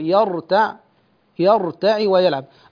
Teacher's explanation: فخم الراء، الراء ساكنة بعد مفتوح فتكون مفخمة